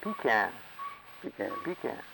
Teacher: there's pretty much emphasis on the first syllable